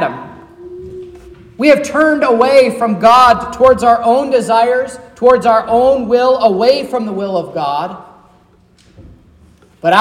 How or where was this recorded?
large echoing room